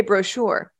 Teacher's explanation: Accent on the second syllable